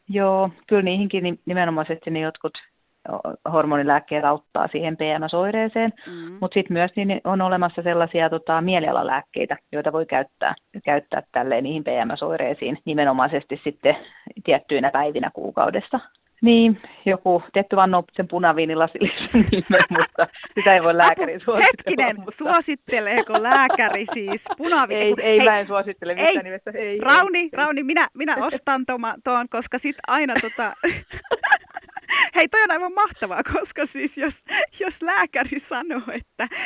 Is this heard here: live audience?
no